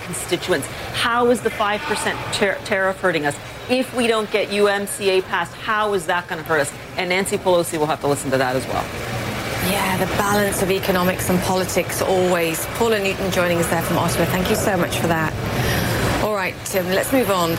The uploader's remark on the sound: live from the New York Stock Exchange